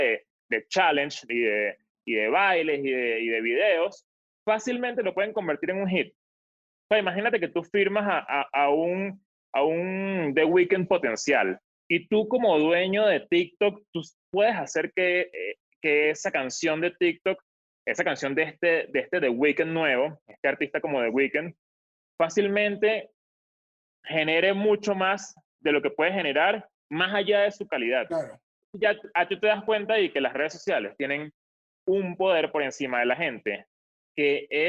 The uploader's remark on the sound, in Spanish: El Music Deal se conecta vía zoom